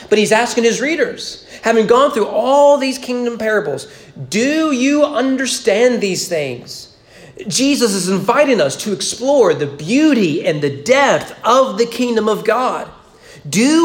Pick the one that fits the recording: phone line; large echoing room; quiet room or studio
large echoing room